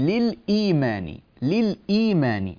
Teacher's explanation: هذا التغيير قد يكون بالنقل، مثلا ينادي للإيمان، للإيمان، فهذه الهمزة للإي لأن قبلها ساكن نقلت حركة الهمزة إلى الساكن الذي قبلها فصارت لليمان · Term: مغير بالنقل